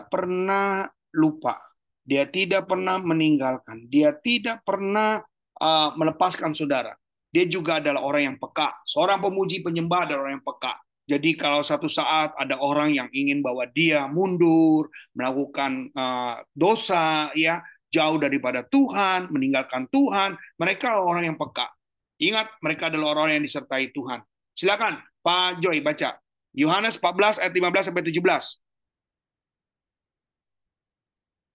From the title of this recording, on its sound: Audio Zoominar